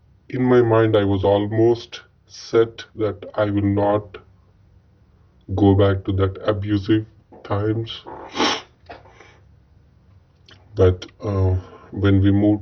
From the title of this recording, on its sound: Freedomain Call